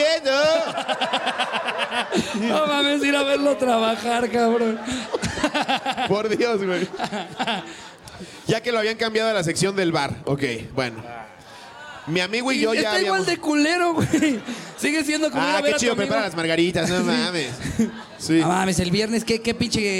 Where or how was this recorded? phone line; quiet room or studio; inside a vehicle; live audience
live audience